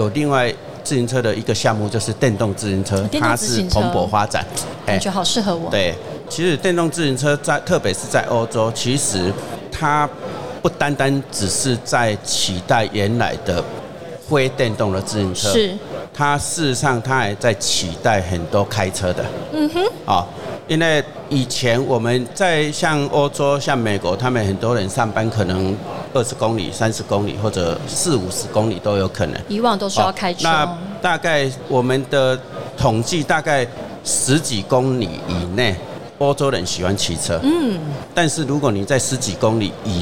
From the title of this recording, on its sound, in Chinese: 2022 Taipei Cycle台北國際自行車展-Live Podcast